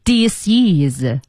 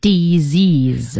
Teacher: 就是那个 s 发成 z 的音和后面的元音连在一起了 · Shown in: second take